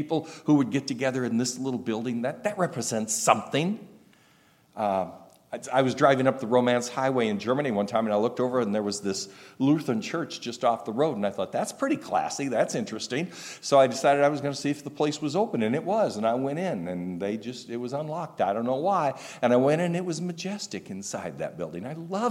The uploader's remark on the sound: recorded August 19, 2023, at Ringgold Seventh-day Adventist Church